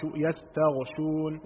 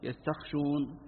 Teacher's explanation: ولو لم تبين الغين ها من مخرجها تنقلب خاء · Shown in: first take · فيقرأ يستخشون هذا انقلبت صارت مادة مختلفة تماما في المعنى.